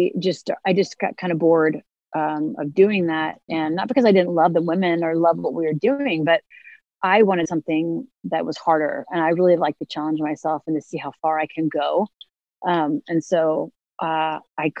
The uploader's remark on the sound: Disclaimer: interview was conducted via zoom and audio quality is not our normal quality.